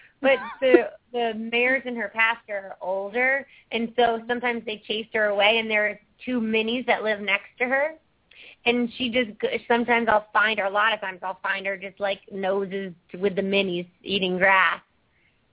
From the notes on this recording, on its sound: open up the lines for listeners to call